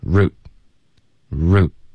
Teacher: 那 root 的这个 t 呢我们会省略。